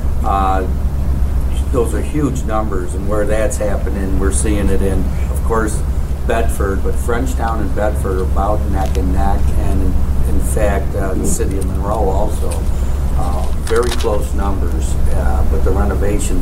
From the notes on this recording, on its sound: 'Quality of Life' panel at Monroe County Chamber breakfast. When the Monroe County Chamber of Commerce held its breakfast program today.